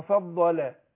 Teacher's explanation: اللام الاولانيه بتاعت فضل يعني مرققه